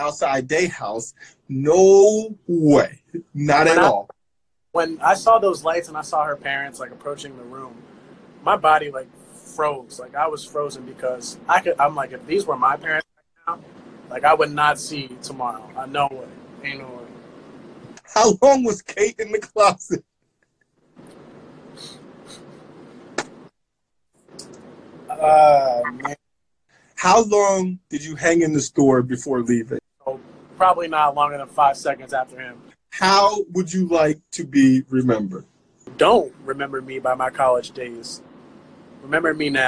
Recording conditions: video call